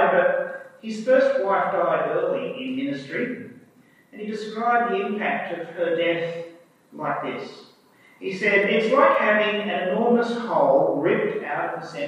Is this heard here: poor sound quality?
yes